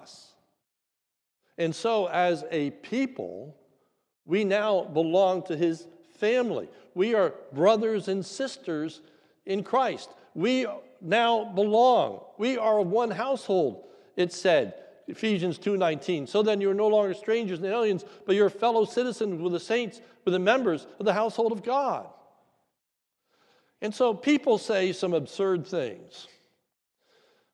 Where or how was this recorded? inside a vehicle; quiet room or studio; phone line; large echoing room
large echoing room